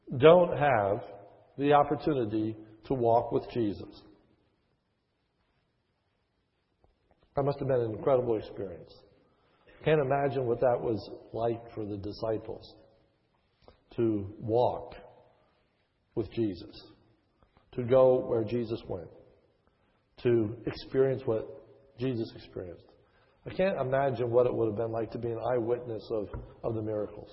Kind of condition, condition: setting, large echoing room